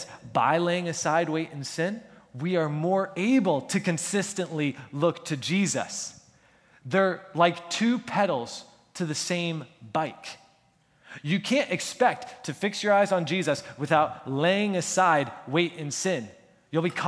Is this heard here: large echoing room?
yes